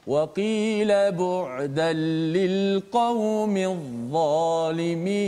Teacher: lam tu kekal pada tulisan tetapi tidak ada pada bacaan kerana bacaan lam itu dimasukkan ke dalam huruf · Term: lam syamsiah